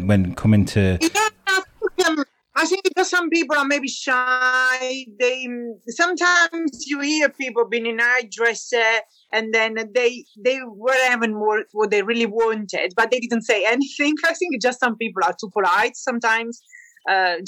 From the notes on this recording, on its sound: It was troubled audio. I had to work some magic to get it sounding like it does.